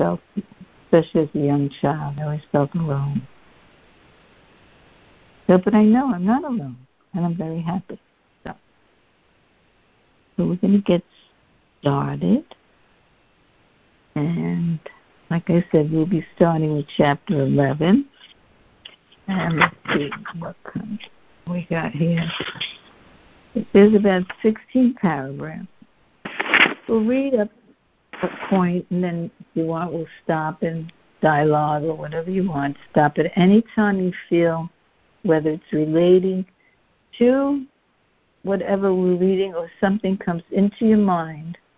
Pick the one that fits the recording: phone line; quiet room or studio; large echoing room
phone line